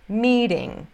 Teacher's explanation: E meeting, o T, a gente se encontra entre dois vogais de novo. Então, acaba tendo esse som de R